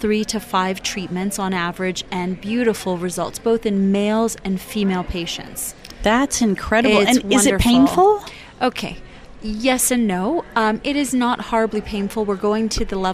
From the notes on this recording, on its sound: BEaUty Inside and Out was Live at Aesthetic Everything Show in Scottsdale, AZ.